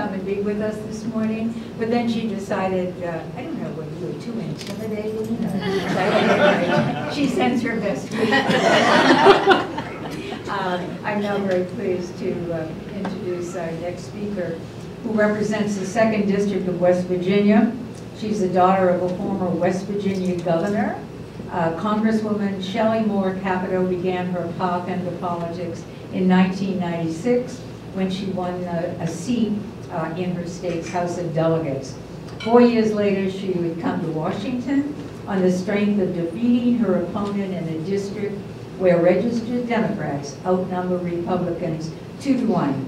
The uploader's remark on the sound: WASHINGTON, DC – The Ripon Society hosted a breakfast discussion with three Republican women serving in the U.S.